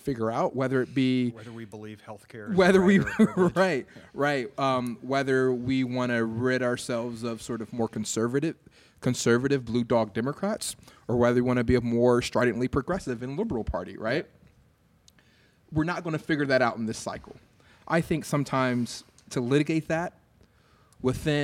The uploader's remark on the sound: Recorded on the stage of the Englert Theatre